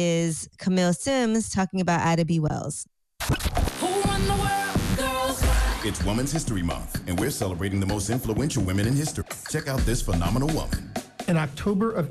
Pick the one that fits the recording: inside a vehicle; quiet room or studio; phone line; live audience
phone line